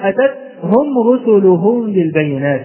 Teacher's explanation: وأخفيت الهمس في التاء الثانية الساكنة، قد تخرج هذه التاء دالا